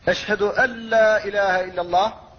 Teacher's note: فلا تظهر النون ولا غنتها، لأن النون أبدلت لاما فادغم اللام في اللام فقيل أن لا إله إلا الله. · Term: الإدغام الخالص